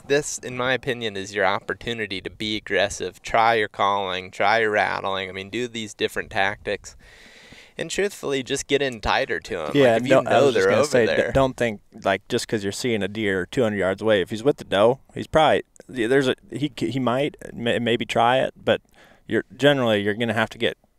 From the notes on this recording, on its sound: Sit in the truck and watch a plains whitetail buck locked down with a doe.